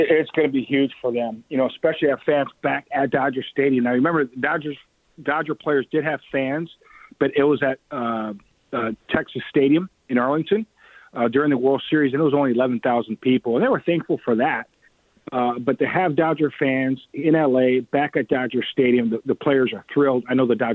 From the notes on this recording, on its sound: The phone lines are open and the people have spoken.